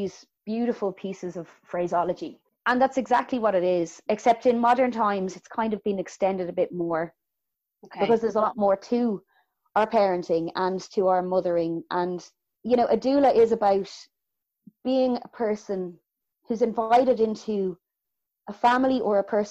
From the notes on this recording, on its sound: Recorded remotely 2020.